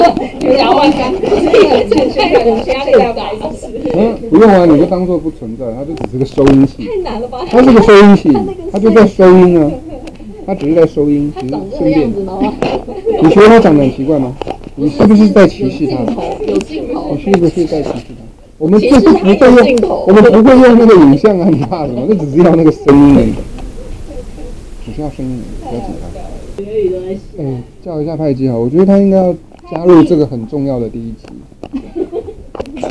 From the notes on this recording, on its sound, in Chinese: 收音有點不佳